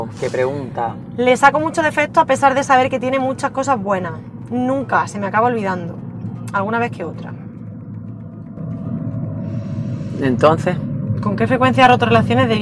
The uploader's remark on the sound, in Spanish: episodio grabado un Domingo de resurreción y de camino al Teatro del Barrio (Madrid)